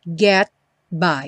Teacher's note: O T aí do get, típico de consoante oclusiva. Não tem som, não fala get.